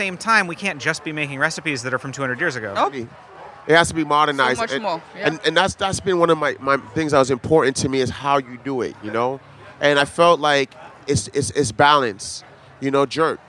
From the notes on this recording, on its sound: At Charleston Wine + Food 2020.